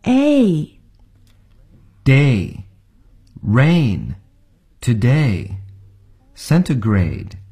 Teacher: Have you got used to the weather here?最后我们想强调一下本课中出现的两个双元音 A, O 的发音。双元音是由两个单元音组成的。要发好双元音就要掌握好滑动的过程，也就是从第一个单元音滑动至第二个单元音。以 A 为例，这个双元音是由 A 和 E 组成的。我们要从 A 滑动至 E，也就是 A。大家来试一试。A day rain today centigrade O go snow homecold。今天学习的内容请课后多加练习。